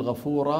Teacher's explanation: ختم صوتها بهمزة عند الوقف